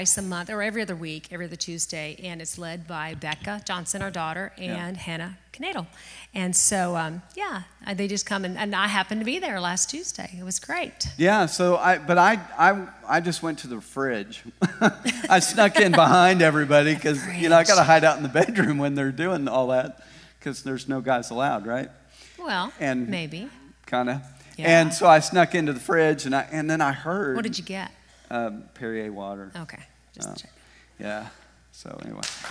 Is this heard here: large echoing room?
yes